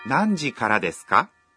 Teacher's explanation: Если в конце фразы вы видите частицу «ка», предложение становится вопросительным. Произносить его нужно, повышая интонацию.